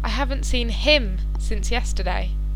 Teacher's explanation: In this sentence, him is stressed as it is the person the speaker hasn't seen, though he may have seen another.